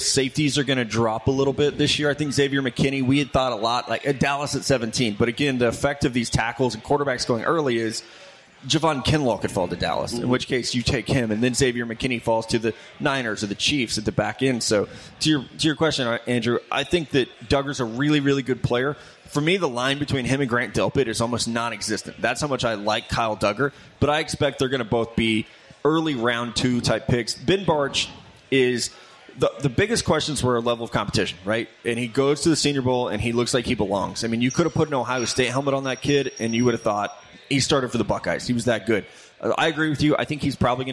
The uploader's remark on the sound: back at TwoDeep Brewery in Indy for a special live NFL Combine show